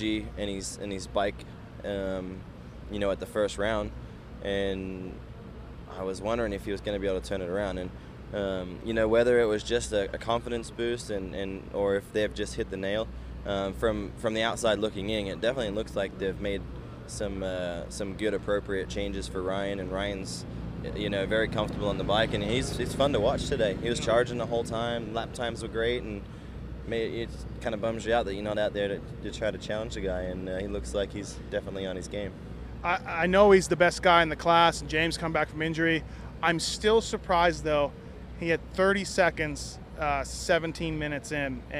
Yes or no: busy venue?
yes